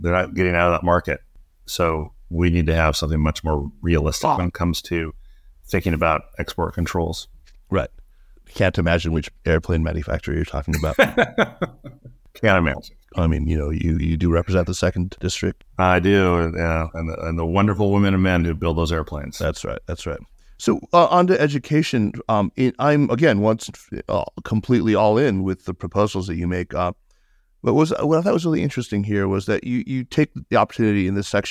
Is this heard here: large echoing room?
no